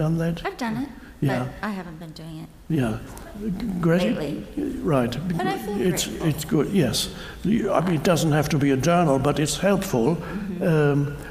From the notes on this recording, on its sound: Answers questions from a live audience. A woman in the audience says she is interested in manifesting her purpose.